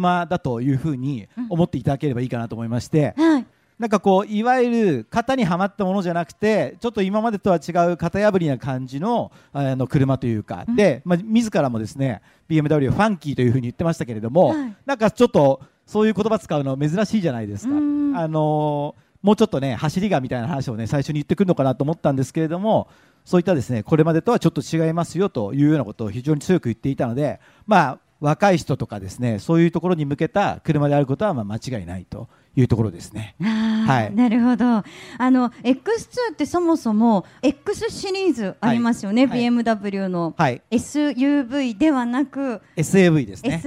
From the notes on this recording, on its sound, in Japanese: ル・ボラン カーズミート 公開収録。毎年恒例のヨコハマ赤レンガ倉庫前広場で開催される、「ル・ボラン カーズミート」。今年も公開収録を行ないました。当日は、たくさんの人が来場してくれて、とてもテンション上がりました。